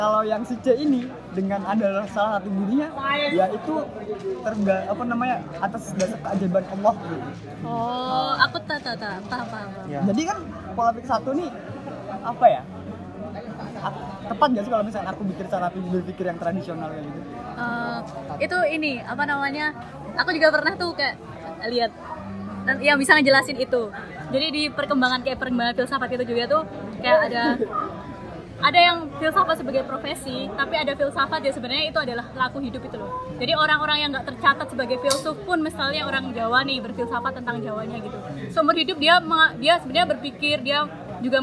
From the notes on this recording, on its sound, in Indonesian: Obrolan ini diabadikan di warung kopi dengan backsound keributan manusia.